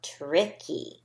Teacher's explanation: Because when you hear tricky and tree, sometimes you hear the ch-ch sound. And that might make you think it doesn't have a T at the beginning or that it has a CH in there. · Term: TR blend